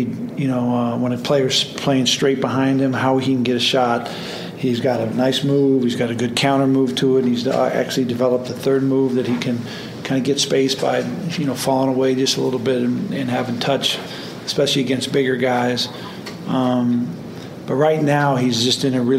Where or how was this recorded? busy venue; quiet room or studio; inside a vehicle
busy venue